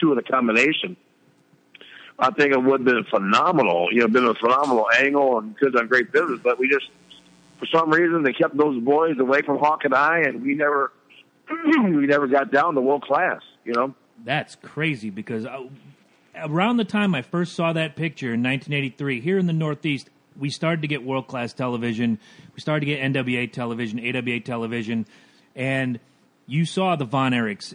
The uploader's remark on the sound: Phone interview.